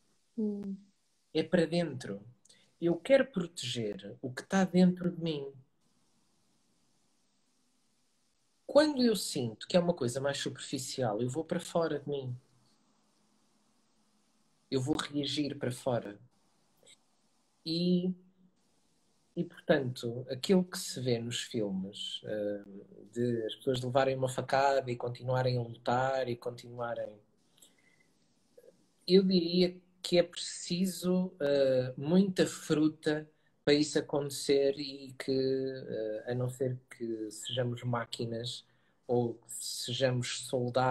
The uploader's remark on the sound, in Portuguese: Conversa Live IG